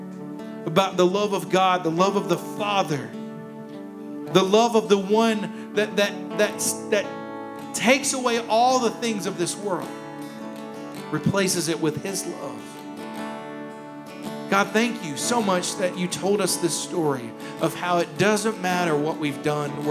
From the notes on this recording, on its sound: Here is a rebroadcast of our service from February 28th, 2021.